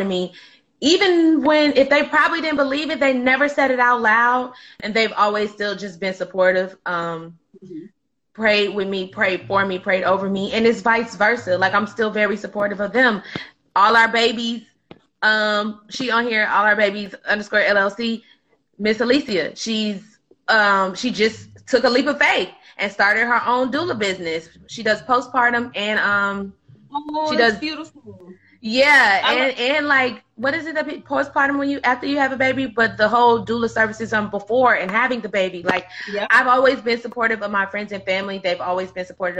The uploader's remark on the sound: a special Instagram Live #WFH edition